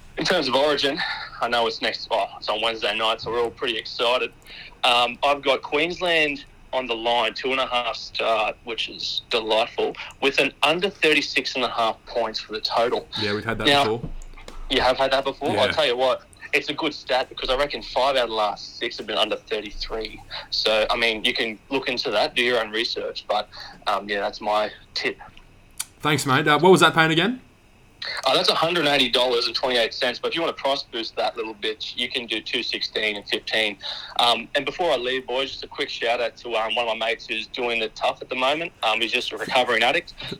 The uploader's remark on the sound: We then hit the phone lines to get some bets from listeners